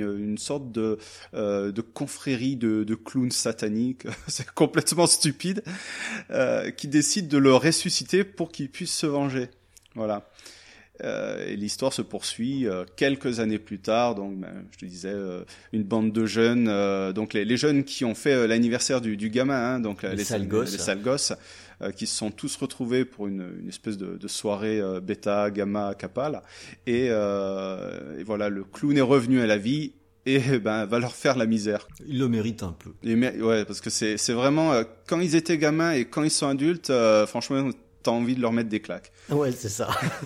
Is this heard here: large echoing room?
no